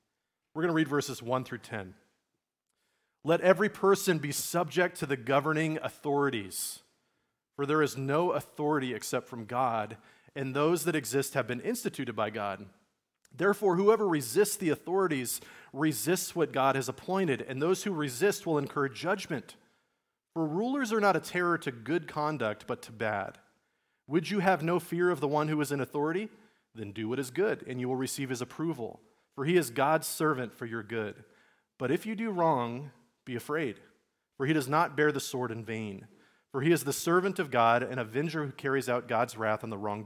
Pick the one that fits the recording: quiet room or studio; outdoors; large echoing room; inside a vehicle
large echoing room